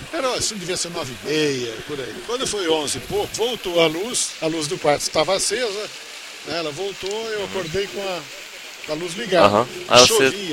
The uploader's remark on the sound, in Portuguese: ao vivo da Ham Radio